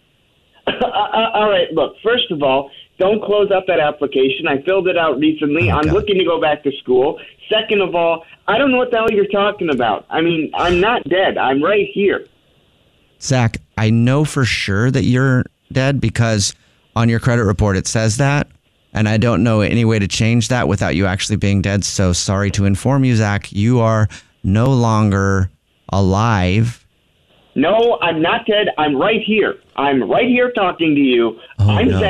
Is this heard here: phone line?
yes